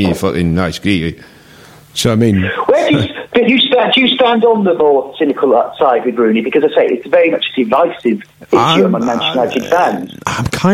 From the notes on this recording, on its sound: telephone host